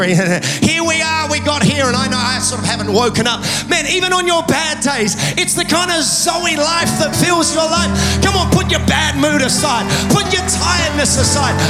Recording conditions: large echoing room